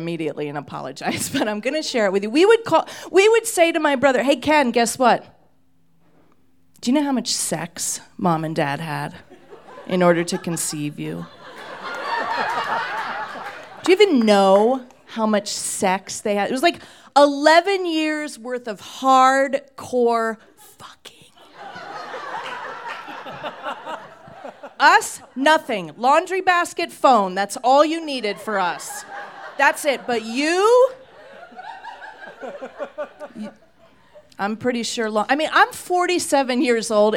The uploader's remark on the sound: These stories were recorded live at Buntport Theater.